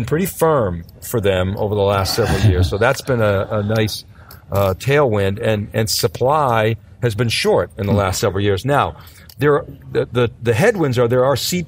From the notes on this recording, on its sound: theCUBE's live coverage of Micron Insight'18 at Pier 27 in San Francisco, CA.